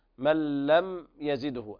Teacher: هذا إظهار شفوي لوقوع الياء بعد الميم الساكنة